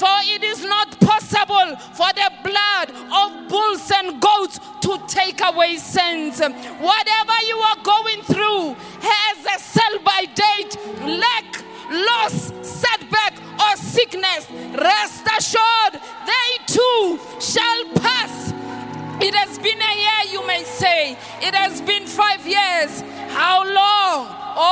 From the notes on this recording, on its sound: preached at the Good Friday Celebration 2023 hosted at Orlando Stadium on the 07th of April 2023.